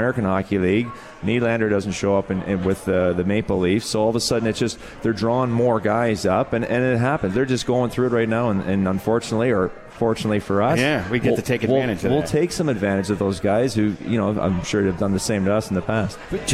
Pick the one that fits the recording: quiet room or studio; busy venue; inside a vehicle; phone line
busy venue